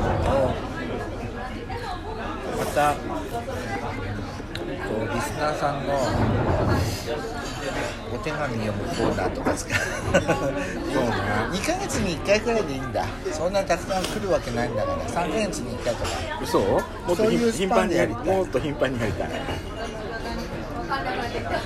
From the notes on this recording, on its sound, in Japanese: 忘年会の模様です。ロケラヂ。